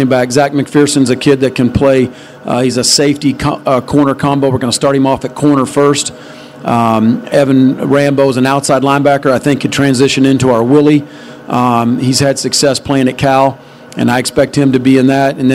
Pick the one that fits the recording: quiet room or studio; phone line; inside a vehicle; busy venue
busy venue